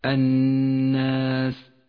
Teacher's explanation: النون مشددة تحتاج إلى غنة